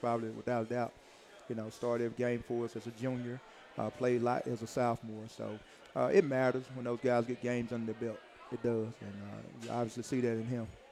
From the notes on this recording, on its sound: Recorded live 9/10/19 at Walk-On's Bistreaux & Bar for Tiger Talk.